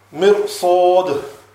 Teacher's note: although there is a Kasra before that Ra Sakin, that Ra will still be read with a full mouth